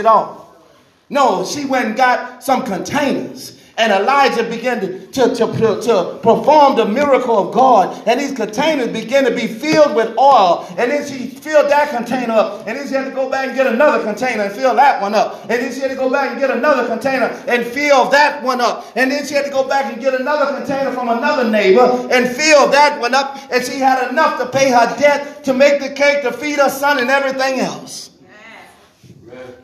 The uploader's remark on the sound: This message was recorded at "Divine Mission House Of Prayer